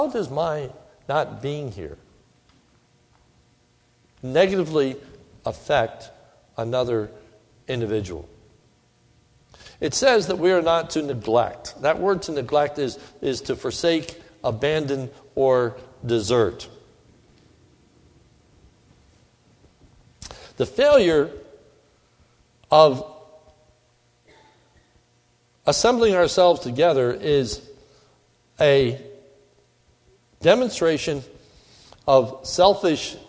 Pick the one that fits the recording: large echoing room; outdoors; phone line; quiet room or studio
large echoing room